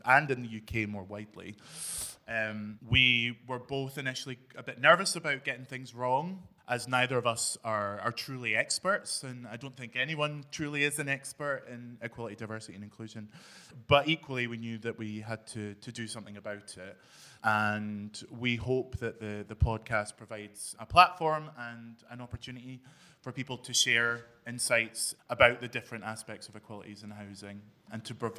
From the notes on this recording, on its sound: This special episode was recorded in front of a Live Audience at SCVO’s The Gathering event at the EICC in Edinburgh. We are joined by a panel of speakers.